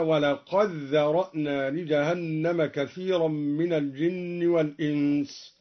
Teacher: أدغم الدوري الدال في الذال